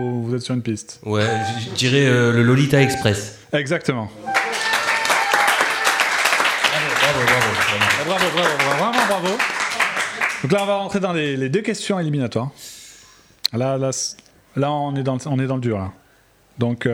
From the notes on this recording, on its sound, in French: Épisode enregistré en public par la section E&R Languedoc.